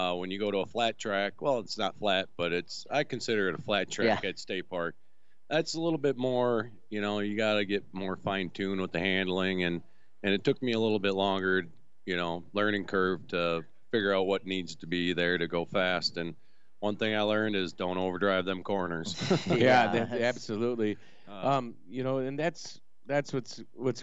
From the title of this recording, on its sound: Trackside Live Richards Restaurant and Bar